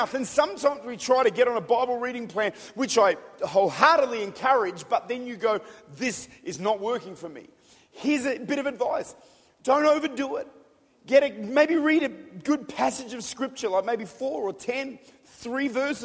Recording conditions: large echoing room